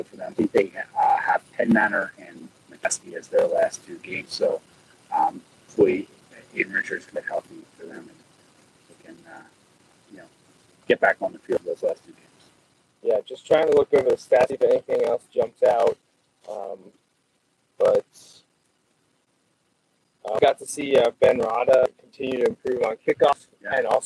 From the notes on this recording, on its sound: Recorded LIVE from Lebanon. This episode was recorded live via iPad in the parking lot near Earl Boltz Stadium in Lebanon about 30 mins. Following the conclusion of the game. The audio quality is poor and the stream drops out repeatedly.